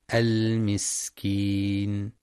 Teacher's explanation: وفي كلمة المسكين ينتبه لبيان صفة الهمس والصفير في السين